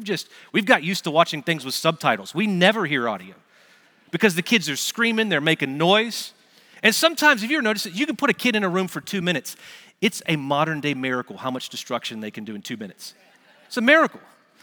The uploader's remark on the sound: Recorded Live at Brookwood Church on 01.07.2024